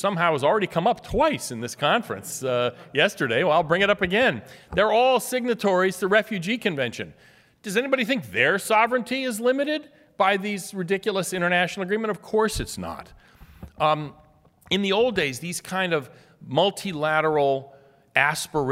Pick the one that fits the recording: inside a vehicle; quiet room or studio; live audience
live audience